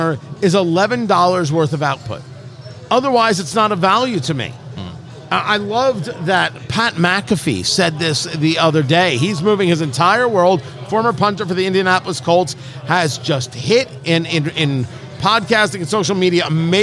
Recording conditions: busy venue